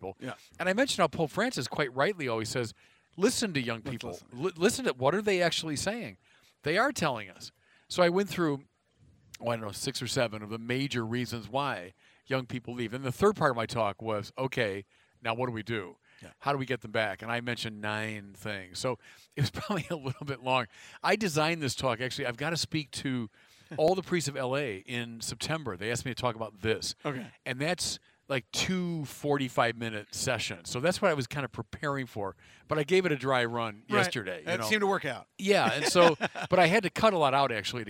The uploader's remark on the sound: From the 2019 Los Angeles Religious Education Conference